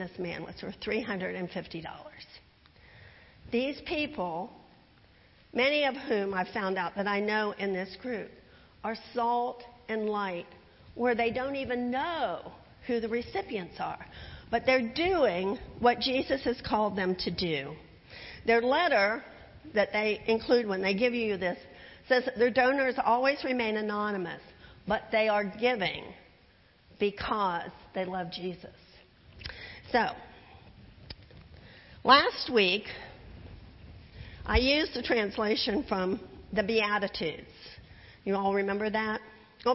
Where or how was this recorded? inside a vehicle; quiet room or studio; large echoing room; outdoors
large echoing room